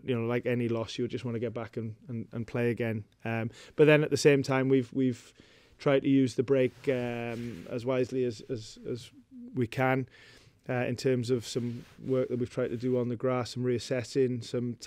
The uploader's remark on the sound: Pre Match Press Conference